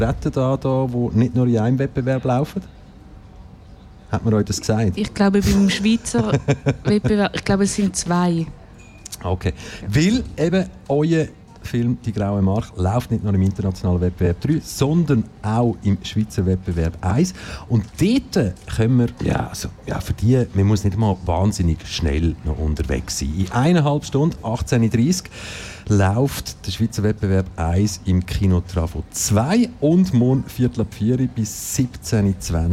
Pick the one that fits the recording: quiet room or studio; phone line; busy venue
busy venue